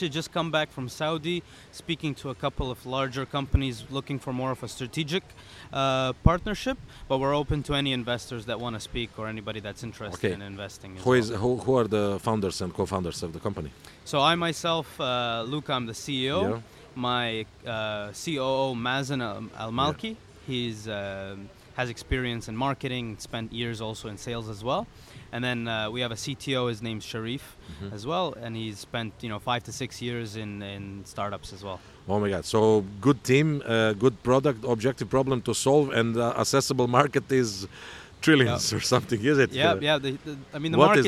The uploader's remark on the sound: In this episode of The Change Officer podcast recorded at the Step Conference in Dubai.